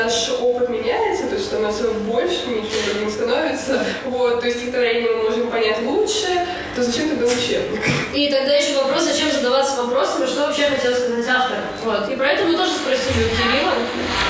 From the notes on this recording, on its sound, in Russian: Главная цель открытой записи — это личная встреча, живое общение, ноль прописанного текста и полный фристайл, а мы ещё и записались на не профессиональные микрофоны.